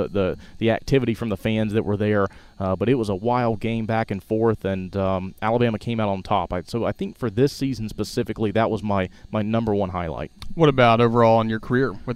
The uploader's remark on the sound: recorded at Coleman Coliseum in mid-March